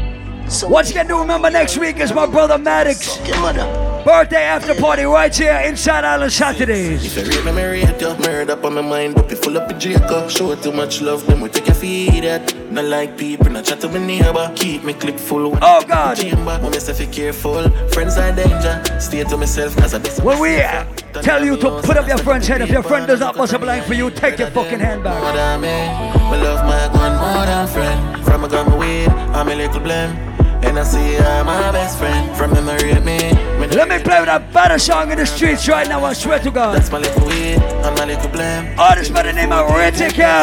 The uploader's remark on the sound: LIVE AUDIO ! Live audio recording from the Island Satudays launch on Saturday July 10th in Providence, RI.